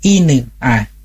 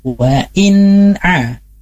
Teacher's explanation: Karena terburu-buru masuk ke huruf ain, maka huruf nunnya terbawa · Shown in: first take · ina'a. Harusnya wa in'a.